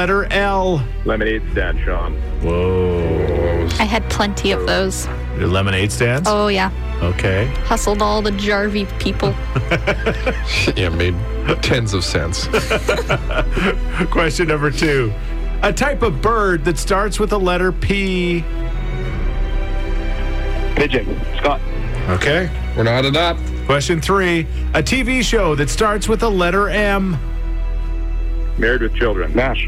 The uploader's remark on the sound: joins us via phone